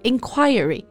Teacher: But I personally prefer inquiry, stressing the second syllable.